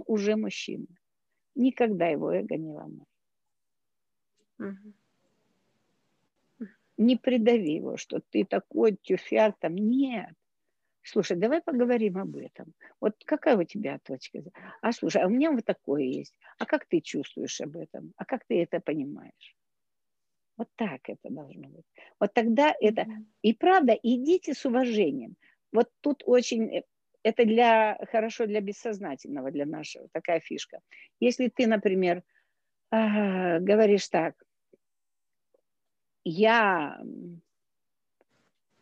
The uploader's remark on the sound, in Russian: Zoom-эфир. Запись прямого эфира с ответами на вопросы.